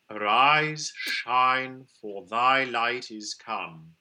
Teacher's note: A nice bright ah. And at the end of the diphthong, we have a little I.